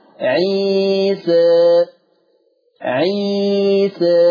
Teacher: نلاحظ أن الألف ممالة ولكنها إلى الفتح أقرب، إذا نطلق عليها إمالة صغرى وهو المسمى بالتقليد.